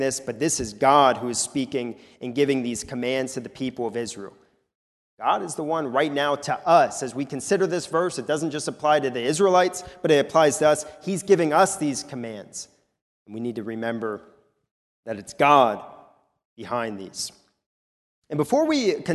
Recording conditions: large echoing room